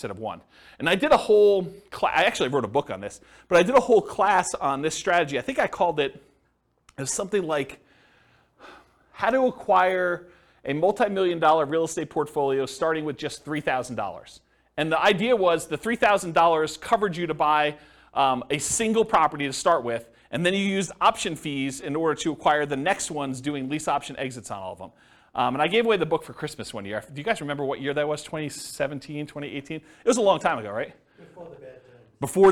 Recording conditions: live audience